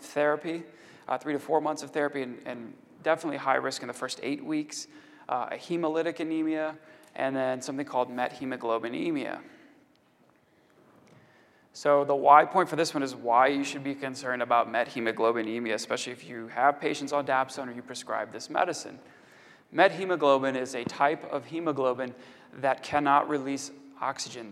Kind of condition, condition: setting, large echoing room